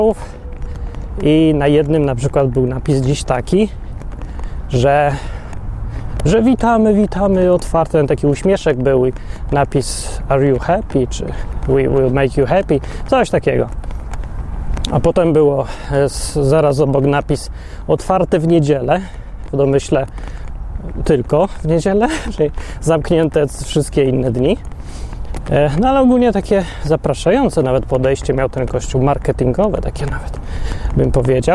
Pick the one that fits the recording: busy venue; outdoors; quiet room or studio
outdoors